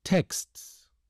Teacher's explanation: Examples of clusters with four consonant sounds in a row are, for example, the KSTS, as in texts.